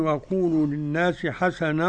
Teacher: وهنا إدغام بغير غنة لخلف عن حمزة